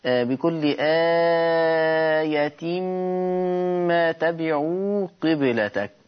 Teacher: غنة الميم زمن الغنة الحركتين